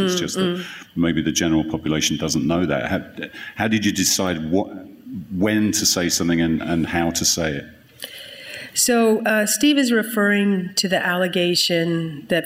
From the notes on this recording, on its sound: Wednesday’s PRWeek Healthcare Conference + Awards in New York marked a new milestone for the brand: its first-ever live podcast